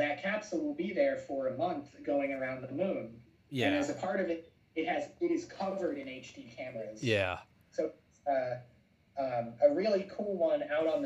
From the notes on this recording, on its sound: This is the first video with the new microphone and new recording software (OBS Studios), and I'm still working out some kinks. Please excuse any glitches in the sound and/or video.